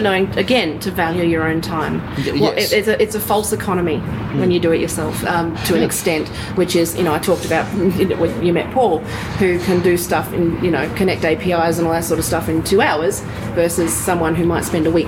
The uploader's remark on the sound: an apologize for a kitchen in the background when we're recording in Brisbane